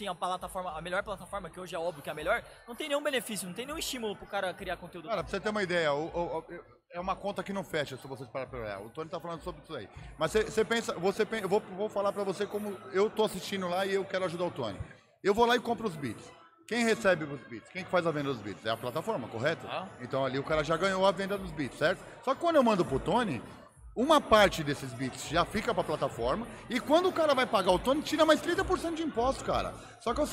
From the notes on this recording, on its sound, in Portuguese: Respeitável público da BGS 2023. Direto da Brasil Game Show 2023!